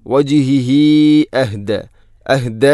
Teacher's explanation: ഹംസ വന്നാൽ മദ് മുൻഫസ്സിൽ പോലെ നീട്ടണം, നാലോ അഞ്ചോ ഹർക്കത്തിന് തുല്യമായിട്ട്